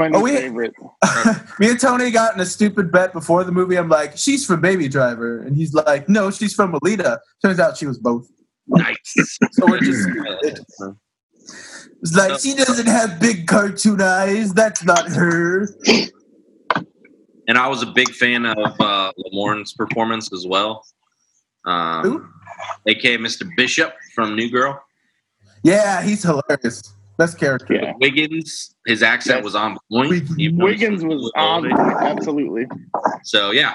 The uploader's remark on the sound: The audio quality of this episode may be lower than usual as it was recorded using Zoom.